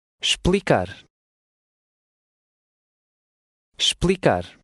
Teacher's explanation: The initial E is silent and the X has a sh sound.